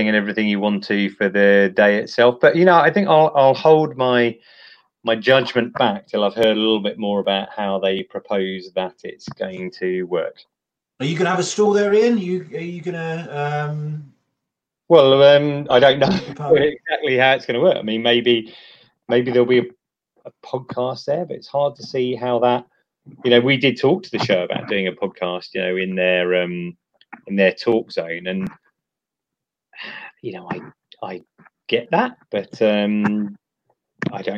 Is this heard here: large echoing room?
no